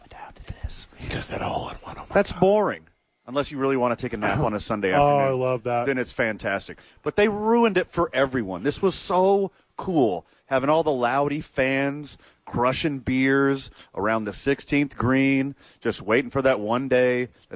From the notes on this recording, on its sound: live at The Duke Store